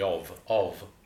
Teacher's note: But we don't actually read that F as an F. We read that F as a V sound.